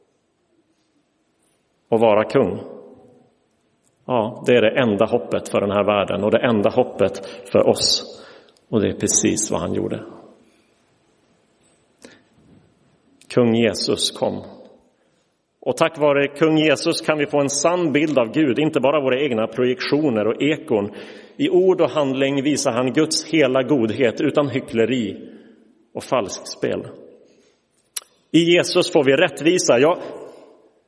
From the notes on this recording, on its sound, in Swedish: Inspelad i Roseniuskyrkan den 5 februari 2023